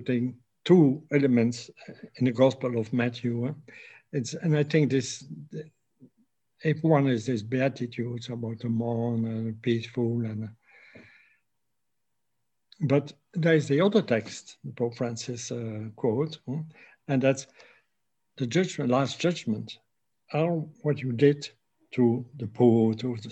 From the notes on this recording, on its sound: A webinar lecture. Originally broadcast as a live event March 13, 2021.